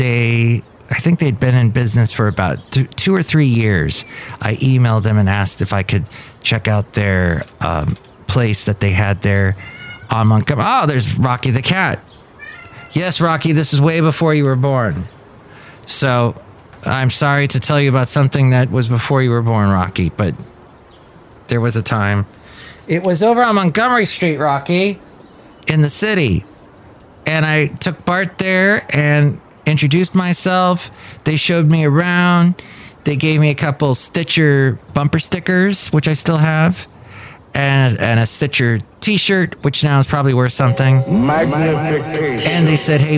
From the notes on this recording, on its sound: podcasts live from Café Anyway